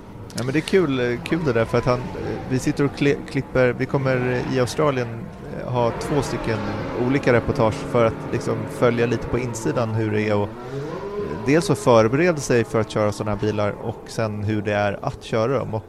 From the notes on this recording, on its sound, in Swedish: Veckans F1-podd är inspelad mitt under brinnande F1-tester nere i Barcelona